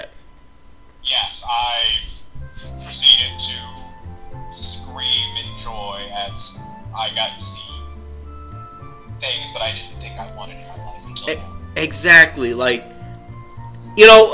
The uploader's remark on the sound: Cleaned up the audio as best I could and added some music.